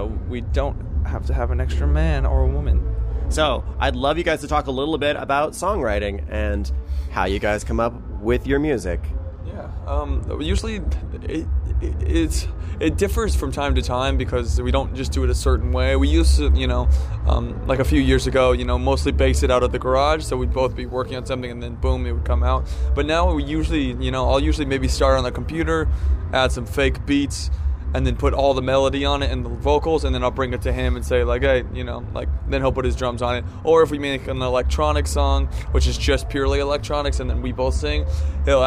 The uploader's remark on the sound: one cold night outside the Cobalt